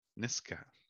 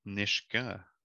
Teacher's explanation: you would have said Niska with a K sound. Niska. You said Nishka with an SH sound.